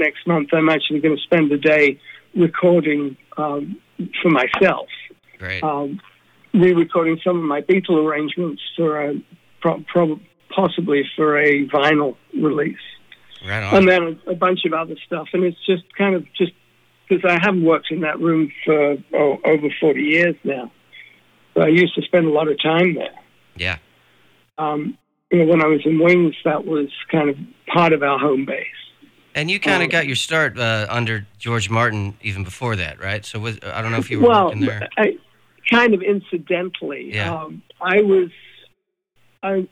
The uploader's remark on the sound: chats on the phone